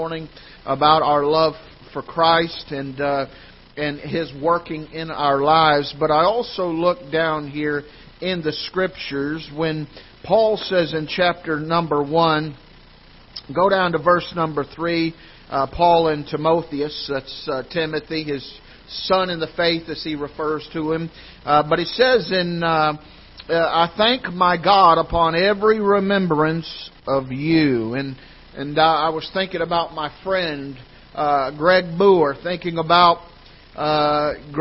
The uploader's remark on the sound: Ketha Heights Baptist Church ~ Live Broadcast